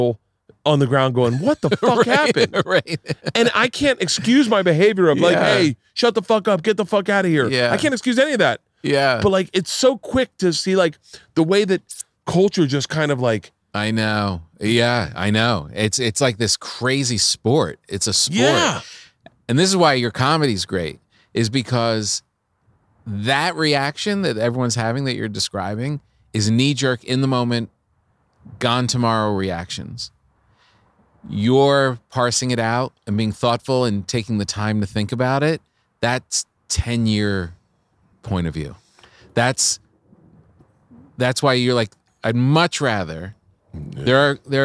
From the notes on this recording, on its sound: Today I sit down outside